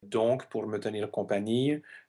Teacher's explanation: This is the case where donc is at the beginning of the clause, there's a comma after it, it is pronounced.